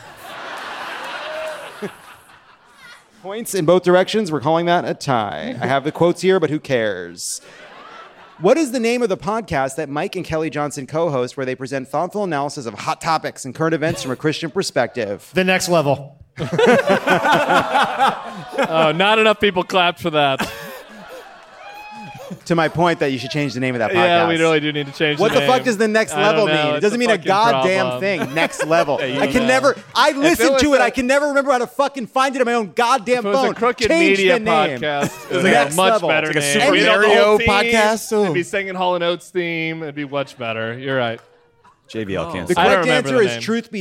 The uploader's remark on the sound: Live from New Orleans! Recorded at The Joy Theater in New Orleans by permission of MVNLA Owner, LLC.